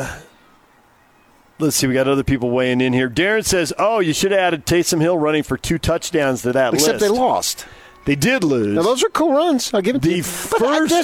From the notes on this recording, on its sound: Live at the Utah NFF golf tournament at Riverside Country Club